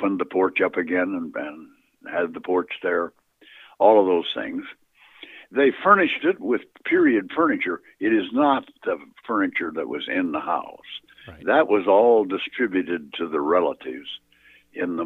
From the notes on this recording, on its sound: Misfit Apparitions continues its series on the Villisca Ax Murder House with the first of a three-part phone interview with Dr.